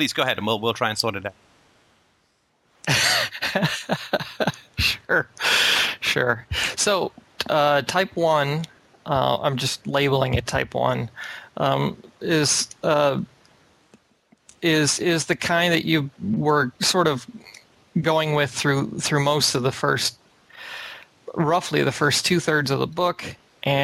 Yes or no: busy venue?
no